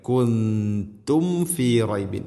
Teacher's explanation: രണ്ട് ചുണ്ടുകൾ തമ്മിൽ തട്ടിച്ച് കൃത്യമായിട്ട് മീമിനെയും ഫാനെയും ഉച്ചരിക്കണം, പ്രത്യേകിച്ചും മീമ്.